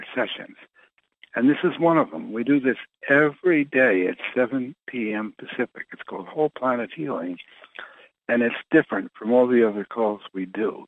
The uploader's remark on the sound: Conference Call LIVE.